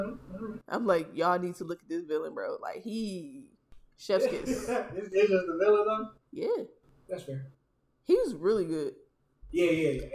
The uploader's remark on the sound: Apologies for the audio this episode.